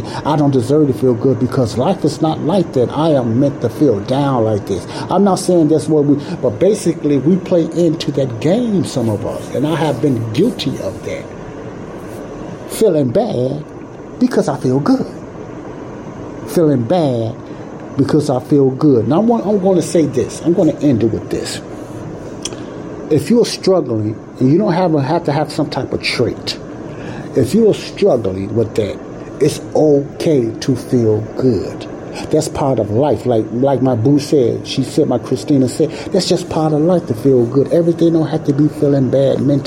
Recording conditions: background noise